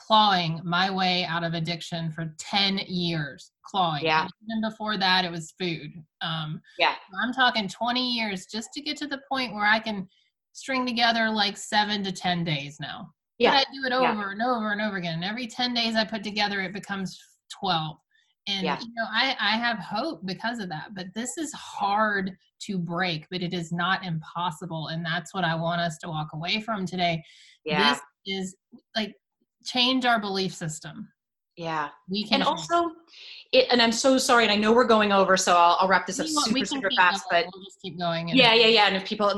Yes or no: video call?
yes